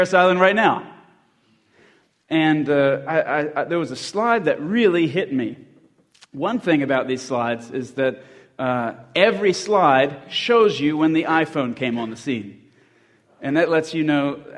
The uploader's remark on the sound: at the 2020 Christian Men's Conference